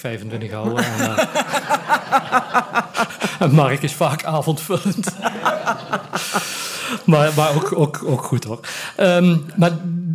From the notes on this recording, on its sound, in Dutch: Tijdens het Live Podcastcafé van De Neije Krant en het Ondernemers Collectief Mill. In ’t Lagerhuis aan.